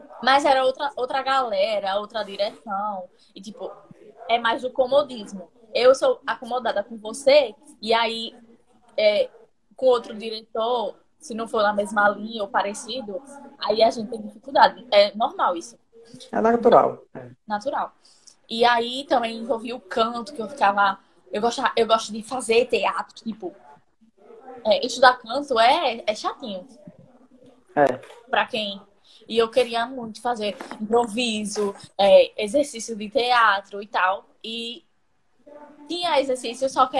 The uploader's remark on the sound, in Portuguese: Este episódio surgiu de uma Live no instagram